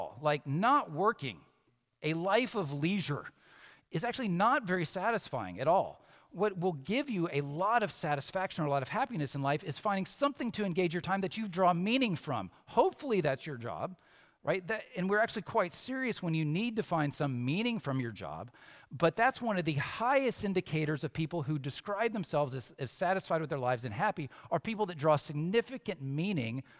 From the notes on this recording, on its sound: Samford University Campus Worship. From Thursday Convocation in Reid Chapel.